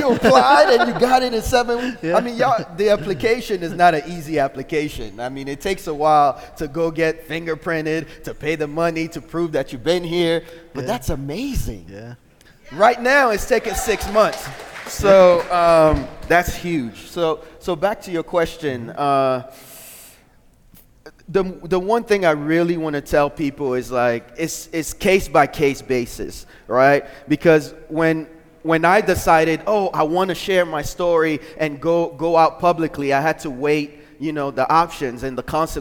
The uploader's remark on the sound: Live in Sacramento